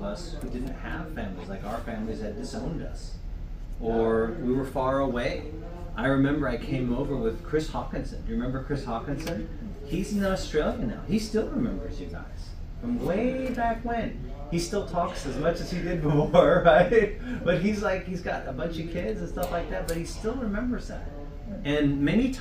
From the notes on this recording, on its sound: encouraging message from our recent Right Arm Revival Conference